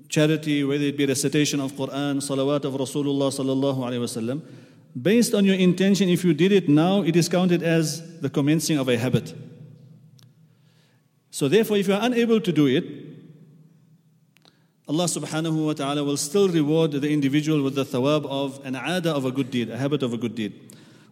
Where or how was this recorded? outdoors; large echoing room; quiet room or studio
large echoing room